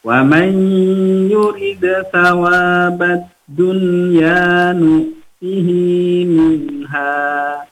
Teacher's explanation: Nah, lihat wa man yurid ada idgham bigunna, nun sukun bertemu dengan ya, maka harus digunnahkan, ditahan, didengungkan